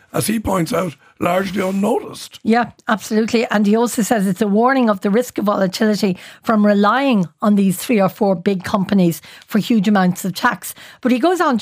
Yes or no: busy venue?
no